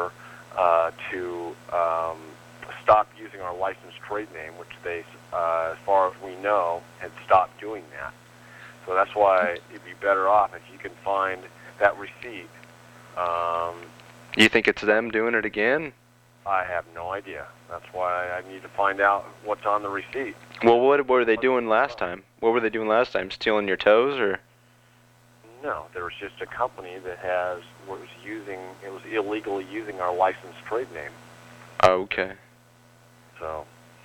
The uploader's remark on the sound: …'s Personal Prank Phone Calls Collection.